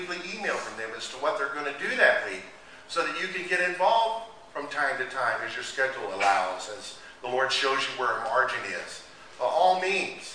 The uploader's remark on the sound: Recording of a Lord's Day Service.